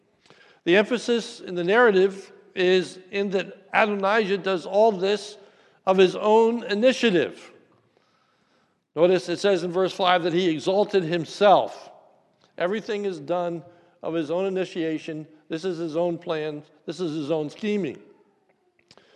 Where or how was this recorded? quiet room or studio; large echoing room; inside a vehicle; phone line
large echoing room